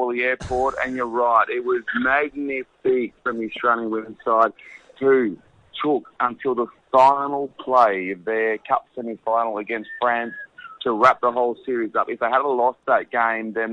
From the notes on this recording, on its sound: calls in from France